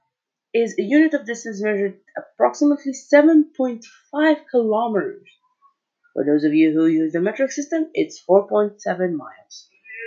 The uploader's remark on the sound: Sorry the crappy audio. Even though i'm still without a phone i have to deliver content.